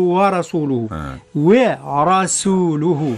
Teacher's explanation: الراء مفخمة. والسين مرققة.